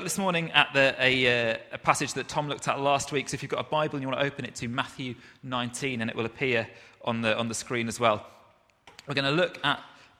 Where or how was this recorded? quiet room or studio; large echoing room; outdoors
large echoing room